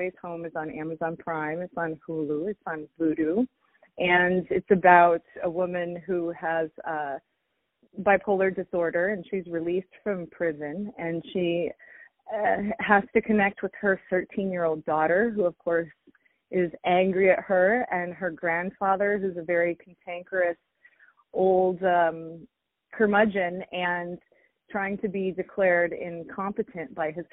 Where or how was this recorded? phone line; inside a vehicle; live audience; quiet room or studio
phone line